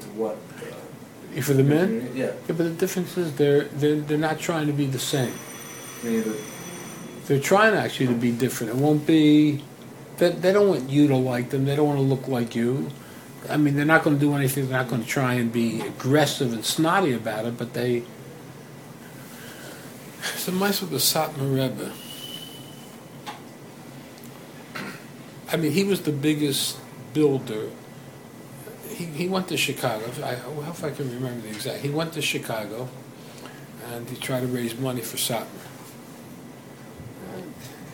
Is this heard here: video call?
no